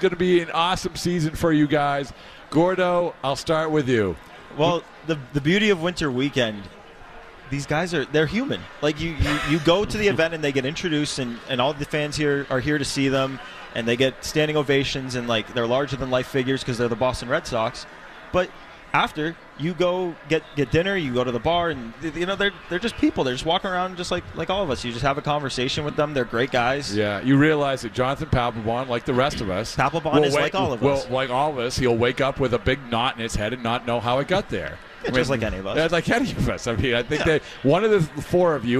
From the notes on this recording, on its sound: On the WEEI airwaves live from the Mass Mutual Center at the 2024 Red Sox Winter Weekend.